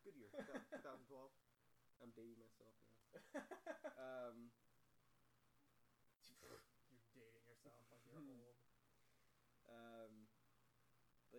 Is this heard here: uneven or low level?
yes